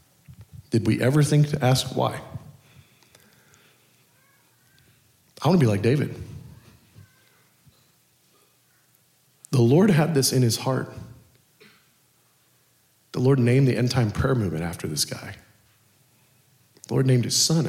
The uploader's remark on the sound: Culture of Prayer Conference Session 3